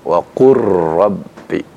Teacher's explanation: dibaca dengan idgham, masuknya huruf lam kepada huruf ra, ya, sehingga ya tidak lagi terdengar huruf lamnya